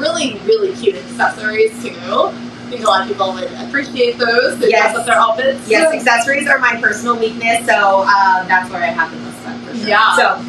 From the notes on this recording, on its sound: PS - please excuse the fan noise - we recorded this during the heatwave! Costa Mesa, CA.